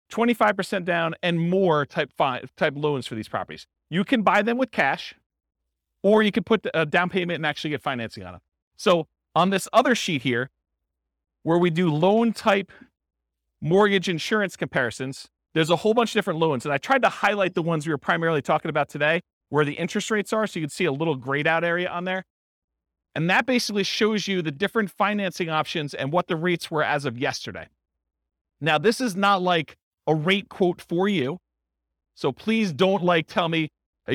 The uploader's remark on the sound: This was a live class recorded